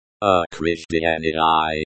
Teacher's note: The stress is on the fourth syllable.